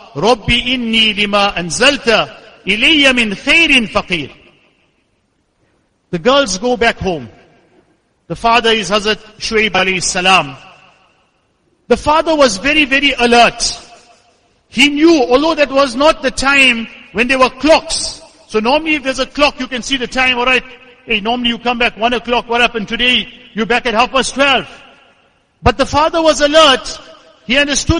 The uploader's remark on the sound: Jumuah lecture